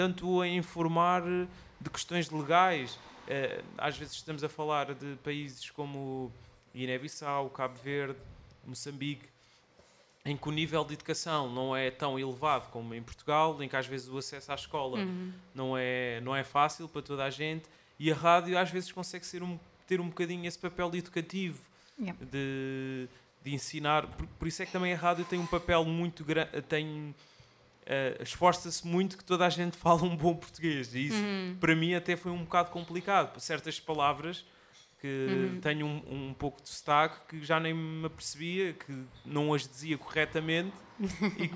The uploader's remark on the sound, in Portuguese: Chasing Rabbits Record Store. Desta vez já ao vivo na nossa segunda casa, a Chasing Rabbits.